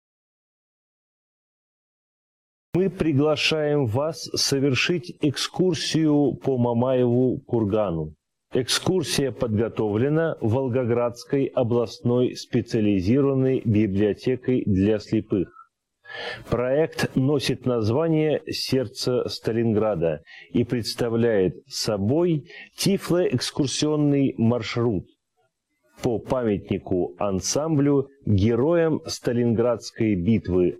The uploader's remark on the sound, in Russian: Мероприятие прошло в режиме Zoom-конференции